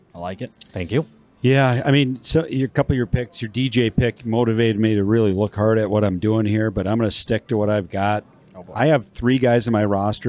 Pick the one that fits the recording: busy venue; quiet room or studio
busy venue